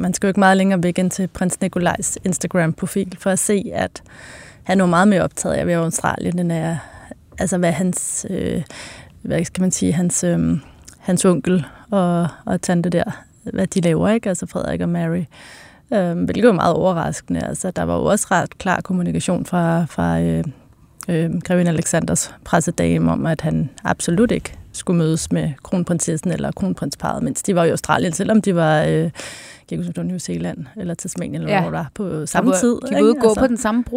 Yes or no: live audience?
no